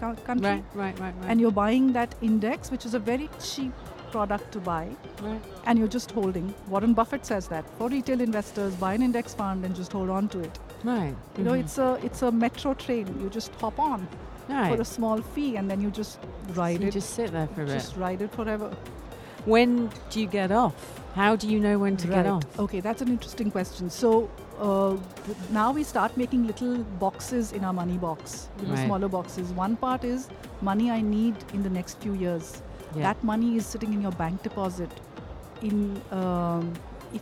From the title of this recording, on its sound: Live from SIBF 2023